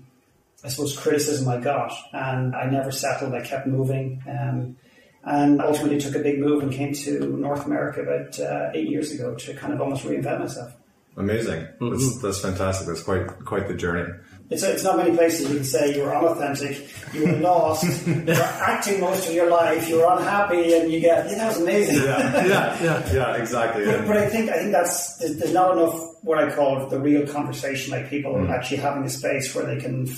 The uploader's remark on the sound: Apologies for the poor audio quality.